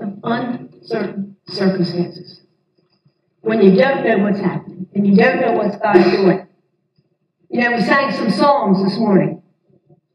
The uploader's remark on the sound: This audio is incomplete, and does not have good sound quality, due to a power outage at The Barn during the Sunday service.